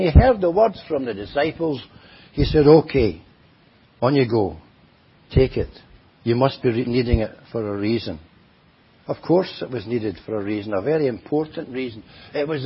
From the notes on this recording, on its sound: At Enniscorthy Christian Fellowship, Enniscorthy, County Wexford, Ireland on 1st January 2023. Audio recording of the Sunday morning Bible Teaching. At Enniscorthy Christian Fellowship, Enniscorthy, County Wexford, Ireland on 1st January 2023.